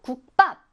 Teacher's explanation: 국의 받침이 기역이죠. 그리고 그 뒤에 바로 비읍이 옵니다. 그러면 이 비읍이 된소리 쌍 비읍으로 소리가 난다라는 거예요. 국밥 이렇게 말안 하고 국밥.